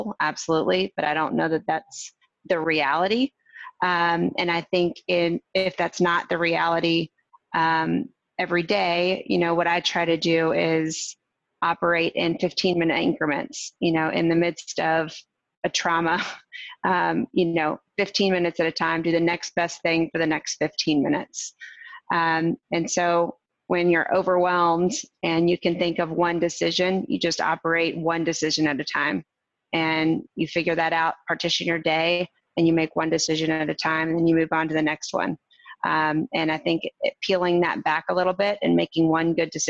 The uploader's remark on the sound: Recorded Webinar